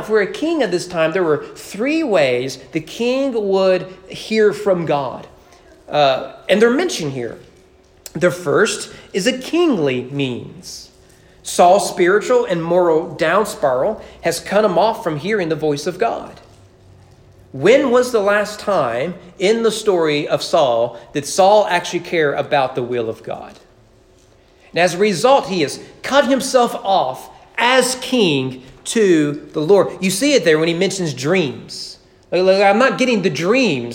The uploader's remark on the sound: Sermon preached at East Frankfort Baptist Church. During morning worship.